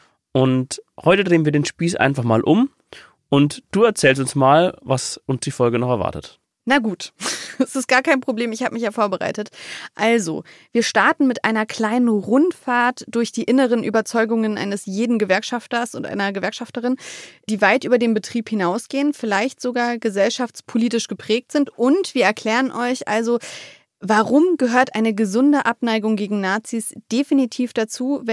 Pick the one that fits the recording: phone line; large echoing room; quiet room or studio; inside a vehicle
quiet room or studio